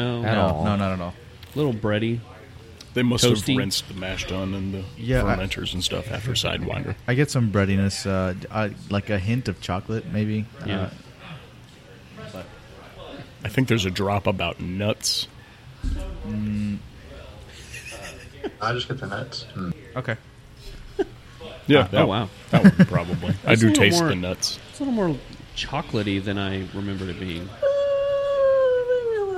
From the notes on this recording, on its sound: we are on location at a local establishment in Arlington that we all frequent often, Kool Keg